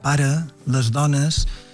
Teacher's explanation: Efectivament, a veure, és català oriental i això és el tret més definidor perquè totes les as i les es que no tenen accent fan una mena de vocal, una espècie de vocal neutra, no? Diuen pare, les dones, tant les as com les es.